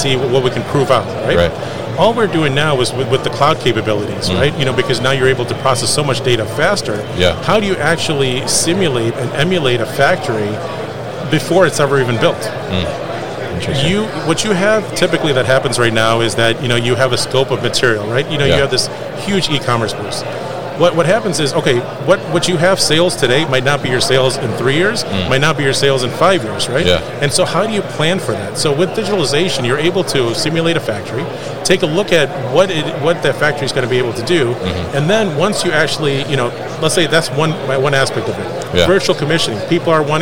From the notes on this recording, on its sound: Live from ProMat 2023.